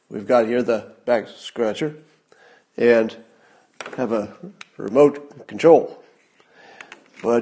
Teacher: listen to how he finishes on a confident low note